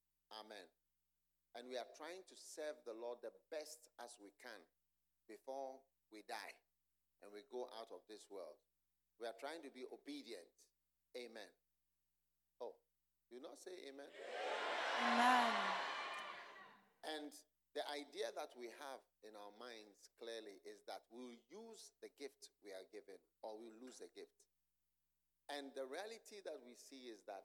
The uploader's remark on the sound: Preached at the Use It or Lose It Camp, USA.